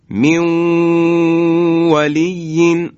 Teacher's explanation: نون در واو ادغام میشه، حروف یرملون.